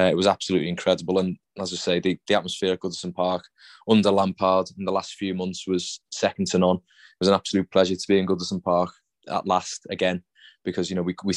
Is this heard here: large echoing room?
no